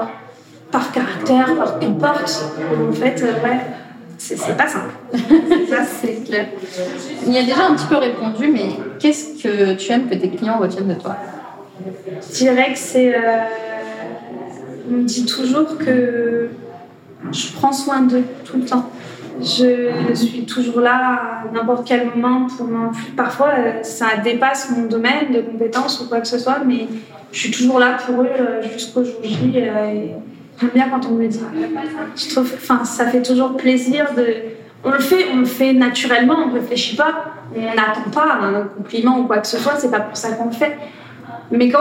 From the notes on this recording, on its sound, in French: lors du Festival Andy, d’où l’effervescence que tu entends autour de nous